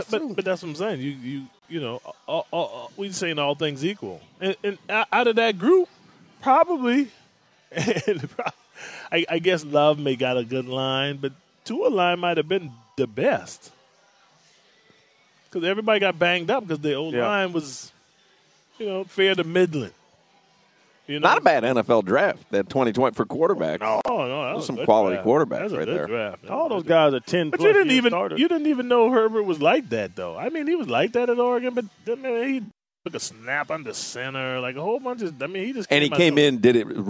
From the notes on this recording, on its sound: live at Twin Peaks